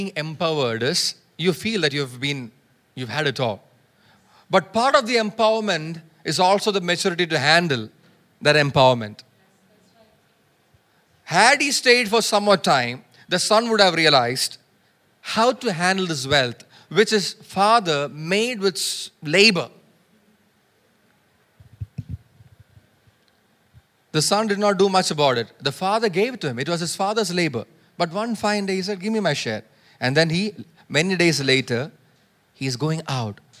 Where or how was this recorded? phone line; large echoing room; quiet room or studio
large echoing room